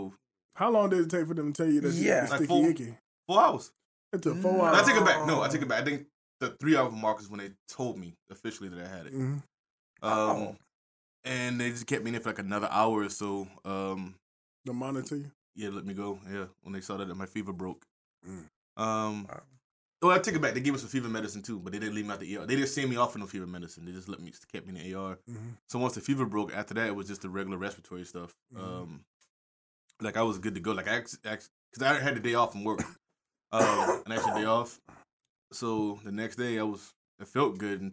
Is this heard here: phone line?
no